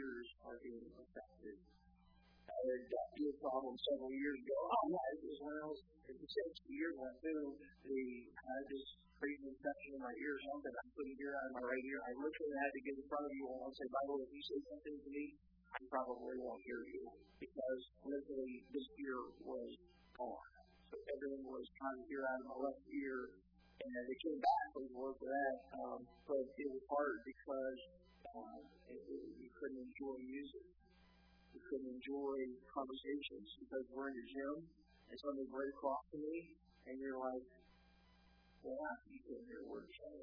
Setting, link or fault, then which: setting, large echoing room